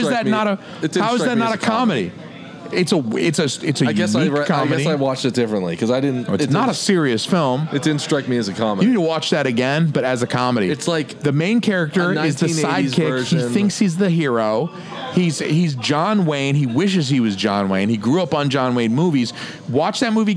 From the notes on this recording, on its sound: LIVE at Federal Cigar in Dover, NH. LIVE at Federal Cigar in Dover, NH.